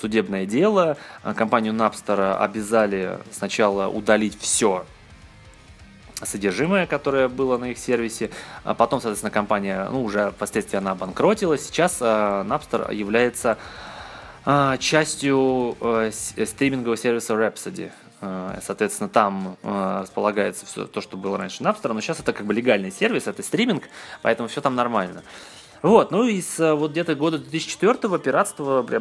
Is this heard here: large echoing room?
no